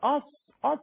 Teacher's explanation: الصاد أص أص زي ما احنا شفنا ارتفاع اللسان واقصى اللسان